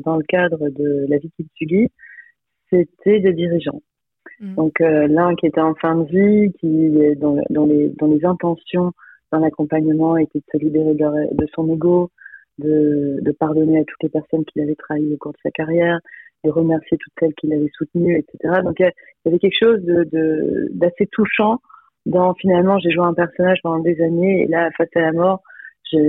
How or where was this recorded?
phone line